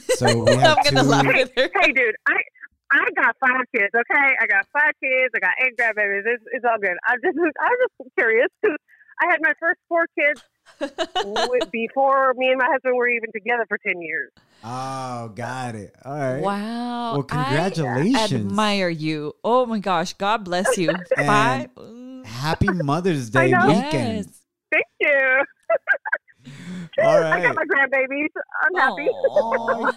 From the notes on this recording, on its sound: Taking your questions via phone on this episode!